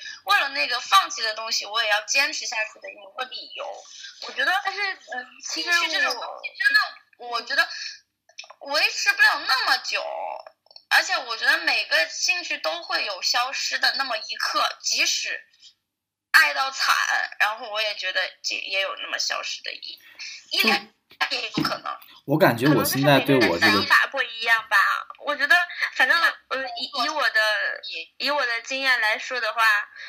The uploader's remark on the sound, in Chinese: 我们本来在YY录节目，结果回声超大